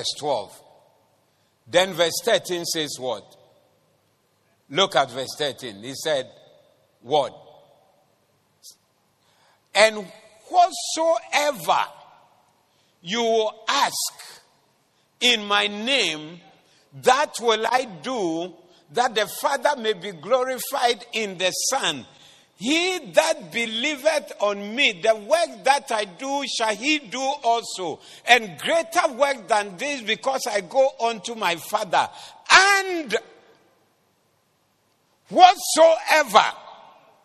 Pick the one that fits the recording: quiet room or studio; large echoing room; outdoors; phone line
large echoing room